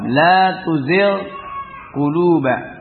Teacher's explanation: La tuzigh quluba juga ghain dengan qaf yang taqarrub, ya. Ghain di pangkal di adna al-halaq ghain ini, sementara qaf di aqsal lisan, ya, di pangkal lidah, pertemuan pangkal lidah dengan tenggorokan.